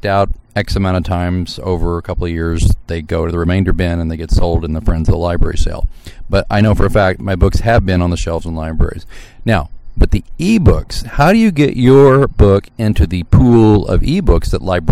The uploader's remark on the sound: We beg your pardon for the "lacking" sound quality of this episode, as it was recorded outside in the wind on a sunny day.